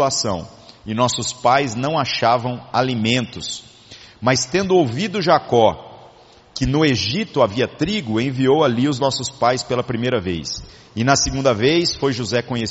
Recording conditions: large echoing room